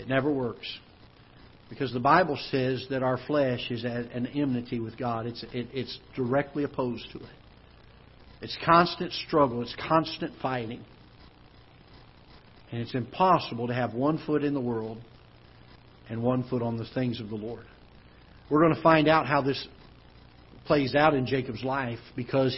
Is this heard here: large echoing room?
yes